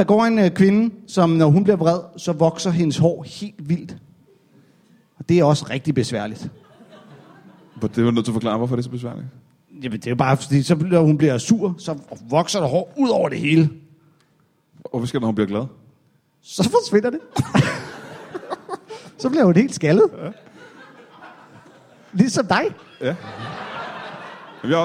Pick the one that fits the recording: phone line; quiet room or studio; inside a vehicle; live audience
live audience